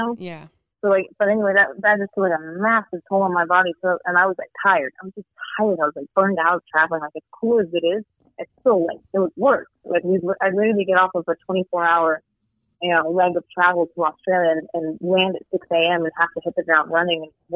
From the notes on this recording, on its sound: joins us via phone